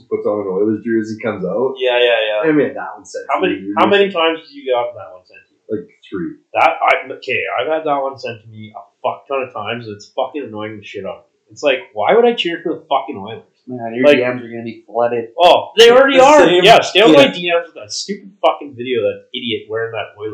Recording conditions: poor microphone